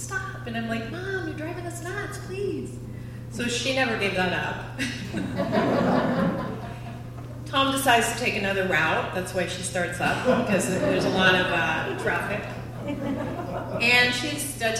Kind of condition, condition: setting, live audience